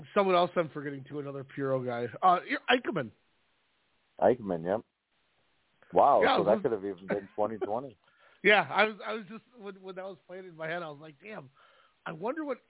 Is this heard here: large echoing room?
no